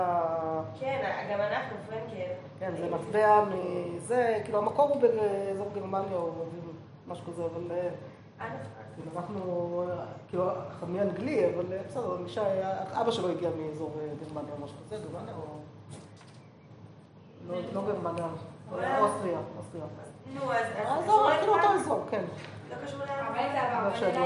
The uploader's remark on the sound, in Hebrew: השיעור הועבר והוקלט עם תלמידות מדרשת שחרי, במסגרת הקורס בתולדות ספרות ההלכה שנלמד במדרשה.